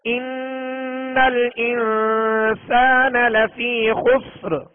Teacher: اب وقت کی صورت میں یہ را بھی پر پڑھیں گے، اس لیے کہ را ساکن سے پہلے یا ساکن کے علاوہ سین ساکن ہے اور اس کے بعد اس سے پہلے خا پر پیش ہے، لہذا اس را کو پر پڑھیں گے